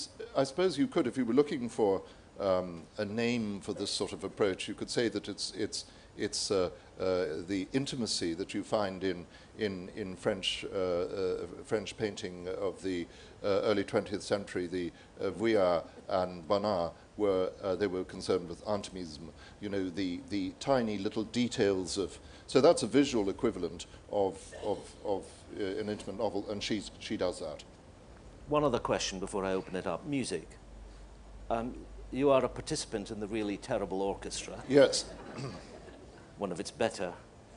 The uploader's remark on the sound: Live from the Edinburgh International Book Festival 2009